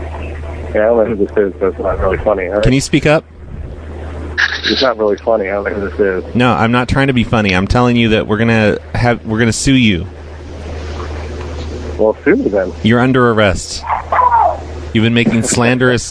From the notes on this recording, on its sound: …'s Personal Prank Phone Calls Collection.